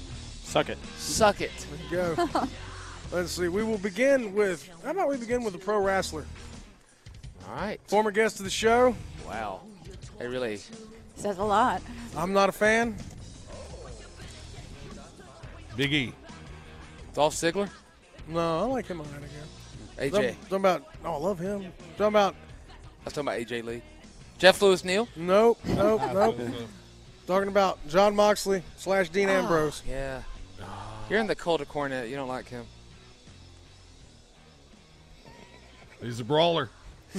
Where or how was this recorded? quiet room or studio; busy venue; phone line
busy venue